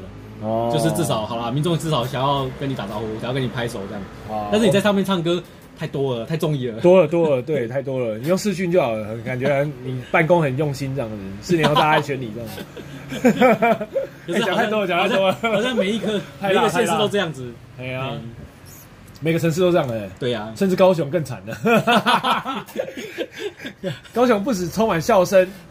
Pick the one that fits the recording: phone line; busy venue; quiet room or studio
busy venue